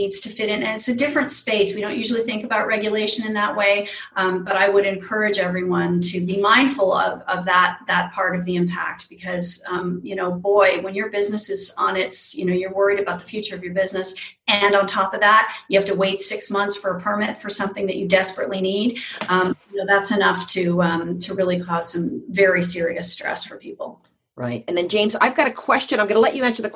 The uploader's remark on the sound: Today, we’re bringing you the audio from a recent webinar we held on why states should undertake regulatory reform.